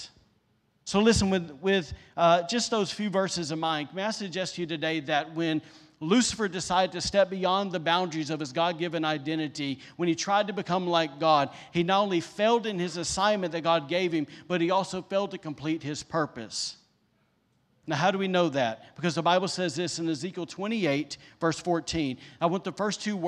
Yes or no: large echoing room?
yes